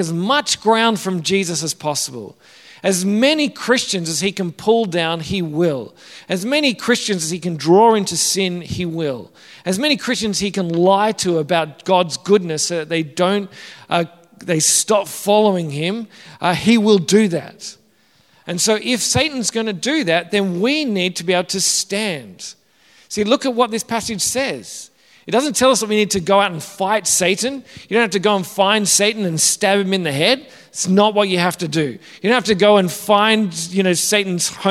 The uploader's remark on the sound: Originally preached at St Matthew's, Wanniassa in September 2022.